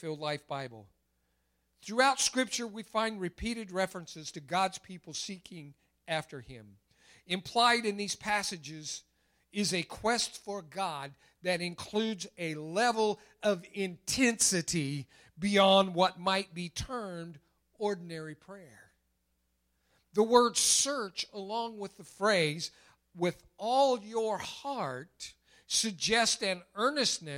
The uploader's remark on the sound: recorded March 28, 2021 at Open Bible Church in Lawrenceburg, KY.